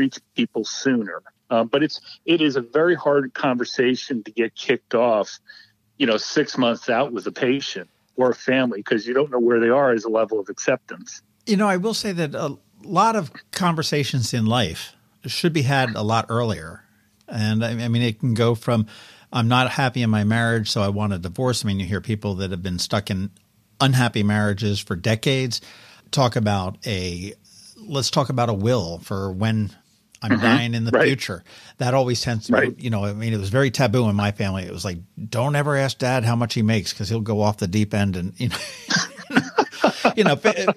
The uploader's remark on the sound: joined us on the phone